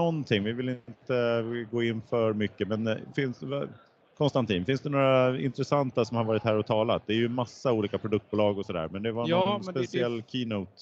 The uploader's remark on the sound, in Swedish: Veckans avsnitt är inspelad på Data Innovation Summit 2023.